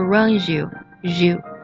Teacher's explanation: runs 和 you 呢可以做一个连读